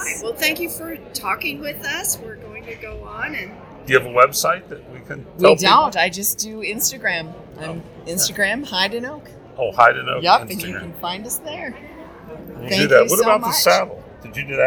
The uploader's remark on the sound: 39th Annual Cowboy Poetry Gathering - The Vendor Walk. We tried to record during our annual shopping spree of the vendors setup in the Conference Center, and the background noise mostly washed out the conversations we had with the many talented vendors. Here you go, the best we could edit.